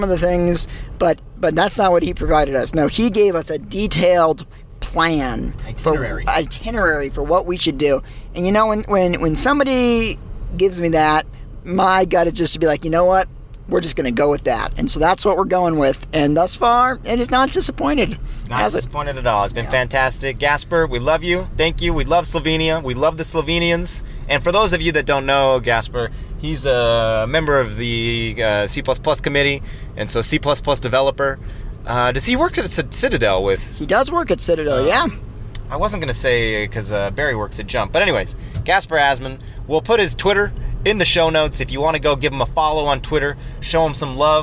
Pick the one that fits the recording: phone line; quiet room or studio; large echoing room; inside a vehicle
inside a vehicle